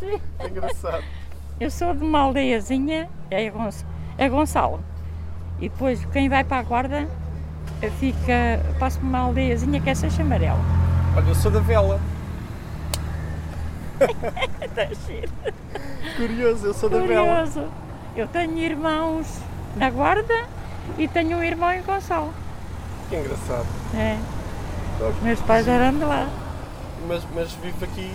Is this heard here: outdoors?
yes